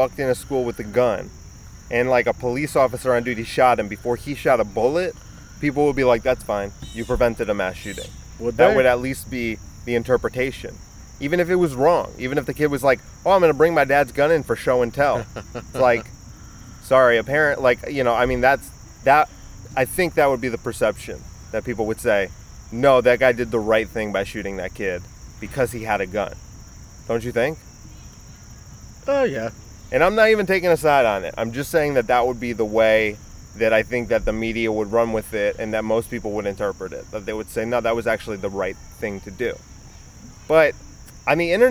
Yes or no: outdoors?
yes